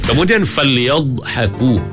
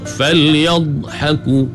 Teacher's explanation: Nak kena angkat lidah rapat ke langit. Di tepi ni pula sengit ke beberapa batang gigi geraham di belah kiri ataupun kanan. Makhraj bagi huruf dh ni, dia memanjang, ada sifat istitalah bagi dh.